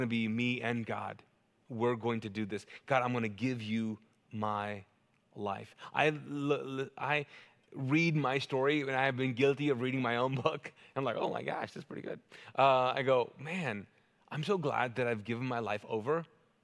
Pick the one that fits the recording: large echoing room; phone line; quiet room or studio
large echoing room